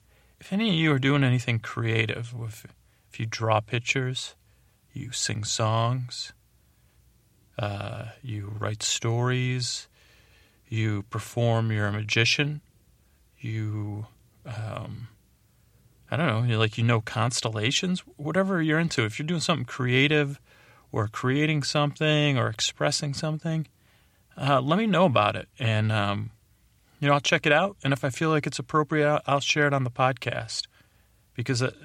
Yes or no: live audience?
no